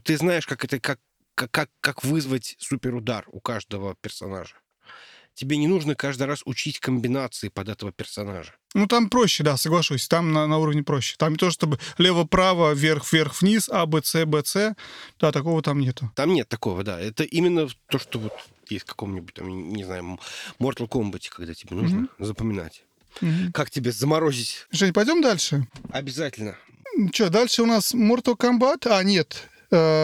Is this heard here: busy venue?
no